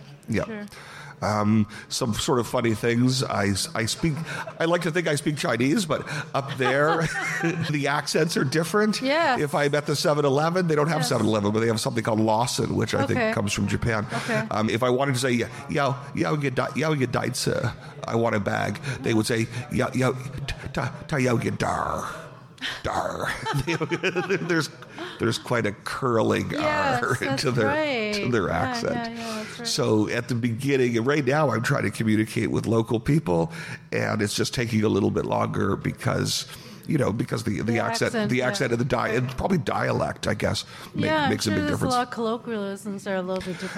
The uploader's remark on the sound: Held the second in-person event during the Talking Taiwan Election Tour at the PicCollage office in Taipei. Many of our past guests, friends and supporters were in attendance at the event. A few people from the audience also came up and spoke with me at our impromptu on-stage podcasting booth.